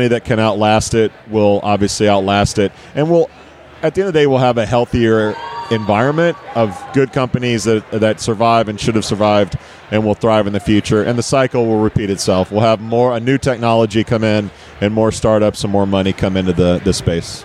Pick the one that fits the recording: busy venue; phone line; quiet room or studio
busy venue